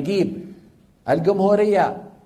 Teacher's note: باعتبار في مناطق بجنوب الجزيرة العربية بينطقون الجيم ايه؟ جي